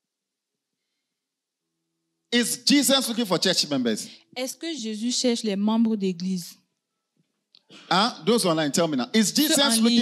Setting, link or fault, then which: setting, live audience